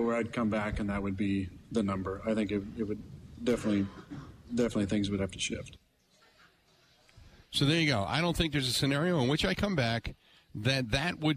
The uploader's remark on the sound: Live from the New Berlin Ale House.